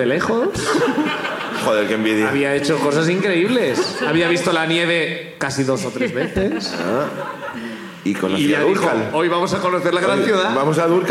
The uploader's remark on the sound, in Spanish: El público sube a contarnos